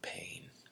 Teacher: My lips folded in on themselves to form the familiar P. My mouth opened a bit and drew back for the A, the diphthongs to I, and my tongue nonchalantly graced the roof of my mouth for the finishing N.